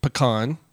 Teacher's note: In French, they emphasize the second syllable, which is what we're doing. We're saying pecan.